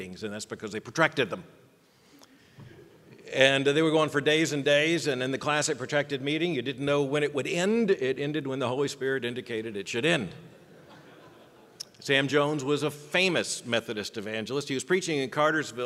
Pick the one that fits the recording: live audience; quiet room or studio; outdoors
live audience